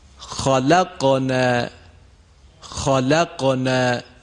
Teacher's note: حرف خا و قاف تفخیم میشن ولی فقط عقب زبان به طرف کام بالا میل پیدا میکنه